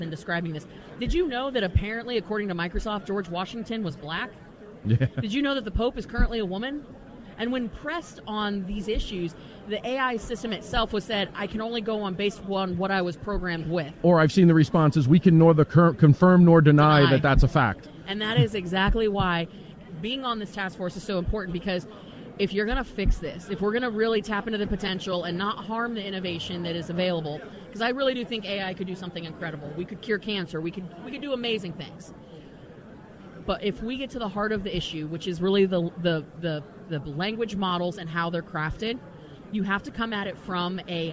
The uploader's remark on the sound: LIVE from CPAC for the second day in a row!